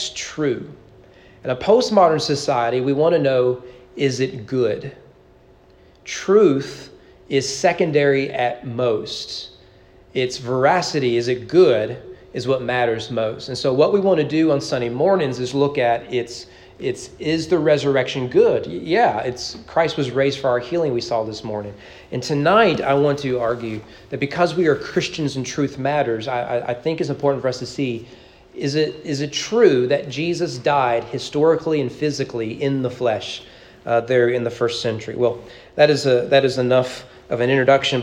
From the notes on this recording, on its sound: Sermon preached at East Frankfort Baptist Church on April 16, 2023 during evening worship.